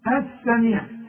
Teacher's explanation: بتتحول اللام الى ايه الى سين · Term: اللام الشمسية